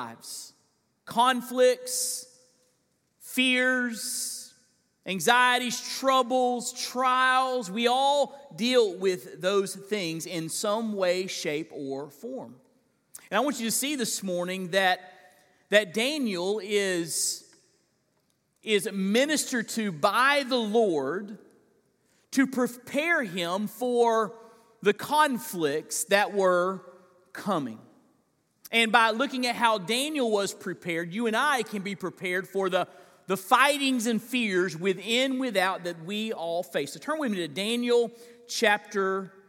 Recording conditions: large echoing room